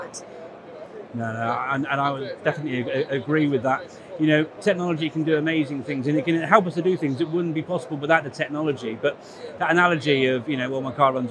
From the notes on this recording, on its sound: live from the Bett show floor